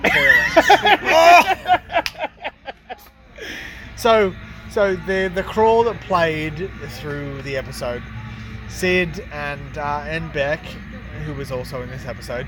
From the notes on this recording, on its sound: LIVE from outside